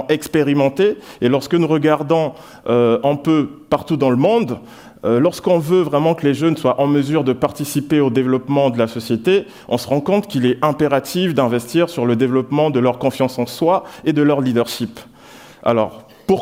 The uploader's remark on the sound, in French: Sur le main stage de Paris Talks en Mars 2023. Ce talk a été enrégistré lors de d'édition 2023 du festival d'idées Paris Talks à la bibliothèque Nationale de France à Paris.